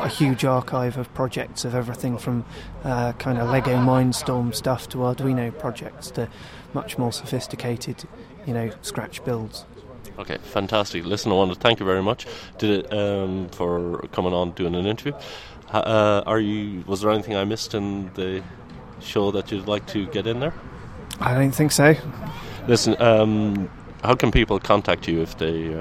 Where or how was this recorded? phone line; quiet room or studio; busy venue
busy venue